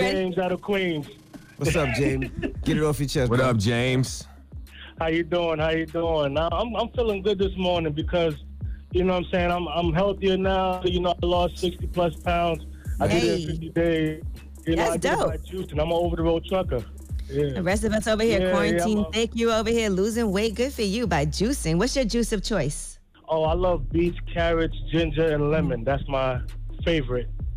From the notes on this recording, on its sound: we opened up the phone lines